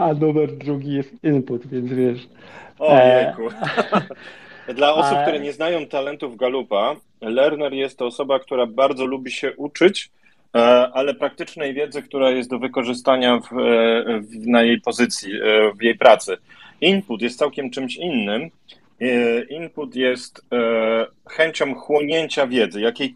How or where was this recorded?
video call